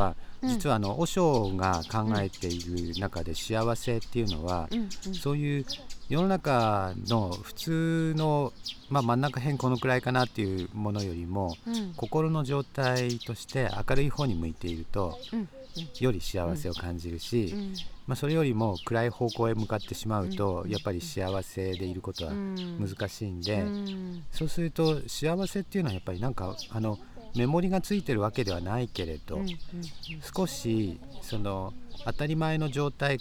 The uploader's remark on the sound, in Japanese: 再び、松本市の「あがたの森」の中で収録を始めました。初夏の空気の中で、鳥の声や公園で遊ぶ家族の声、時には市の広報車の音も入って、穏やかな休日の朝の風景です。